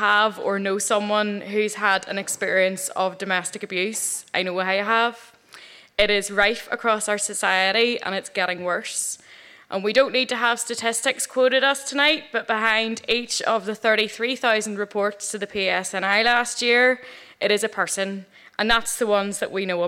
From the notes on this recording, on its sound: Three wonderful true stories told at the Black Box in Belfast. Tenx9 is a live storytelling event where nine people have up to ten minutes each to tell a true story from their own life on a particular theme.